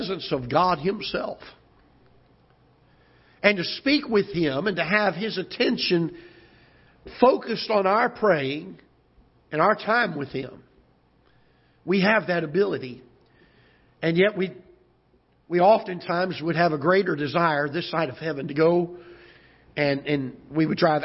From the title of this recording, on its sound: Ketha Heights Baptist Church ~ Live Broadcast